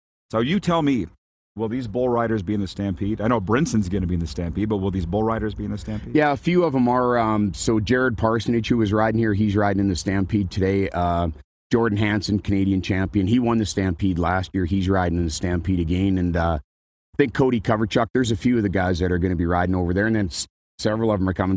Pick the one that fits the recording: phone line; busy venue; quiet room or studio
busy venue